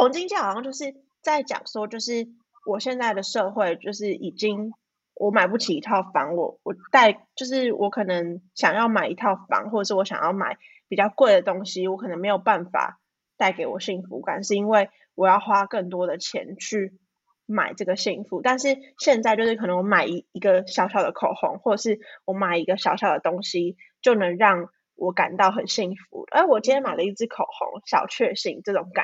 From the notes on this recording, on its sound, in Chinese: 遠端錄音可能會有1至2秒回應誤差時間。我們會想辦法克服技術問題，帶來更好的節目品質。